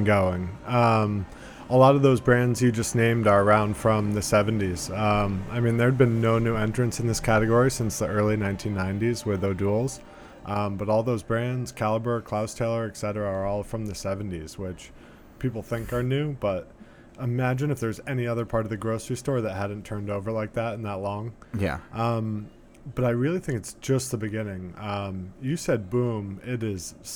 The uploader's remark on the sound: recorded in New York City at the Arts and Craft Bar